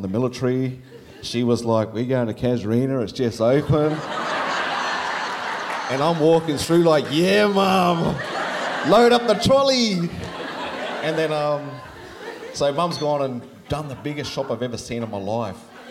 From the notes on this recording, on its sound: SPUN: True Stories Told in the Territory is a live storytelling event. Popping up at different venues across Darwin.